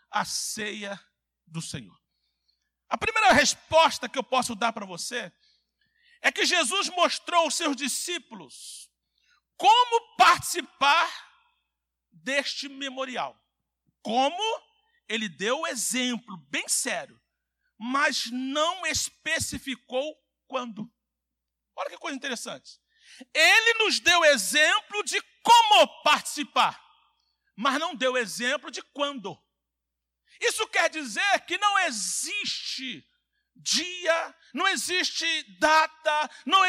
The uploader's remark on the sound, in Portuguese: CULTO AO VIVO – SANTA CEIA